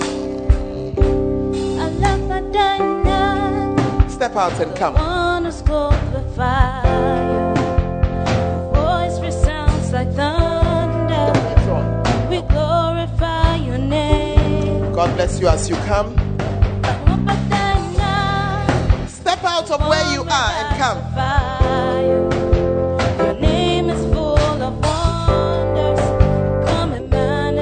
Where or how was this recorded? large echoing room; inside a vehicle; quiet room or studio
large echoing room